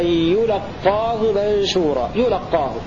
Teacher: قرأ ابن عامر بضم الياء وفتح اللام وتشديد القاف